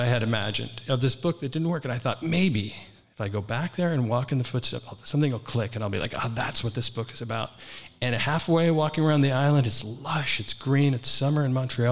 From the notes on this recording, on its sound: This was recorded live at the 2023 Printers Row Lit Fest in Chicago.